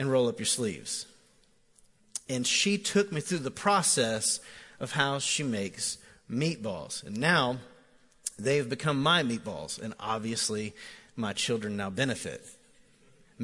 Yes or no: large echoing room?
yes